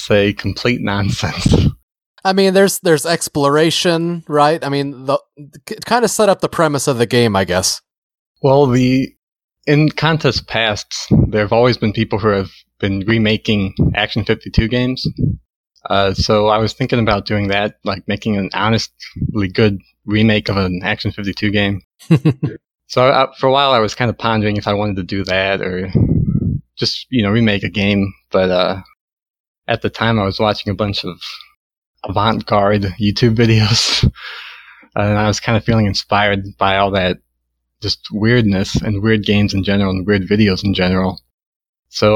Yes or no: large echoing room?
no